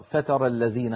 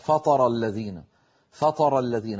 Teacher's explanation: يعني لما أنا أريد أن أنطق مثلا حرف التاء تا تا، من المخرج نفسه حرف الطاء، فإذا فخمت التاء قليلا تتحول إلى طاء · Shown in: second take